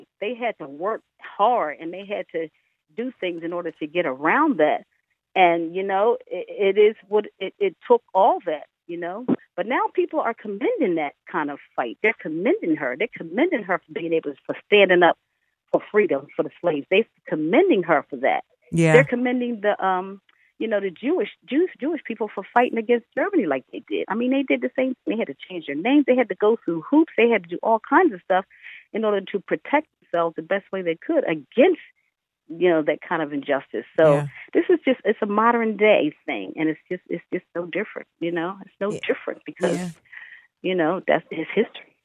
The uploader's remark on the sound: via phone